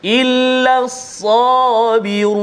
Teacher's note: ra yang baris depan dhammah tebal kan? Jadi tebal.